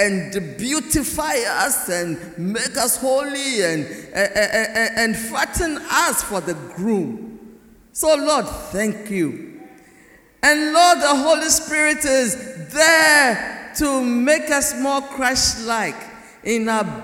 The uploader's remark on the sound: Message preached at CBC Shiashie Campus